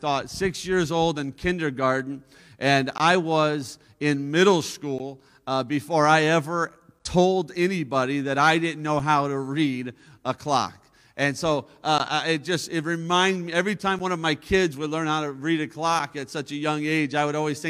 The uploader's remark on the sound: A service recording from Connect Point UPC! We are located at 21441 Marble Road Eagle Lake, MN, and are affiliated with the United Pentecostal Church International.